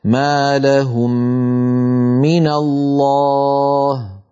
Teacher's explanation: نفس الكلام نرى على المثال الذي على يسار اللوحة من قوله تعالى ما لهم من الله، ما لهم من الله، فلما ننطق هاتين الميمين نرفع عنهما الشفتين ارتفاعة واحدة، نطبق على الميم الأولى ونجافي الشفتين عن الميم الثانية، وأثناء إطباق الشفتين على الميم الأولى نمط الغنة